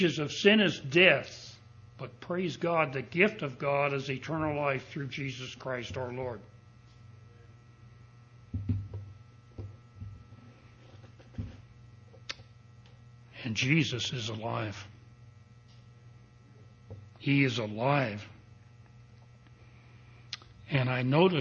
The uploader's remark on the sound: Recording of the sermon